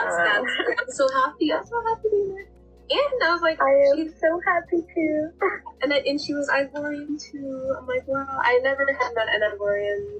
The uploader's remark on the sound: In part 2 of this Facetime call with Ivorian-American artists.